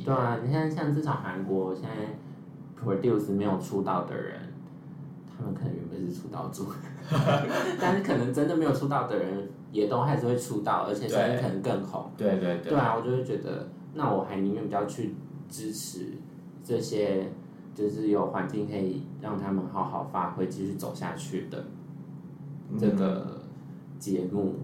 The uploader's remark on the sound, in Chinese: 本次錄音場地限制，音質有點出車禍，請見諒